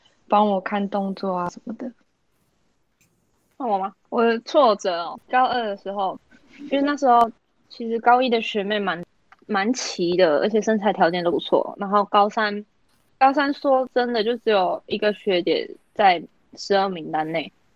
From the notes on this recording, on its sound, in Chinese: 由於設備問題，本集節目透過線上會議室錄製，延遲情況較嚴重，請多包涵！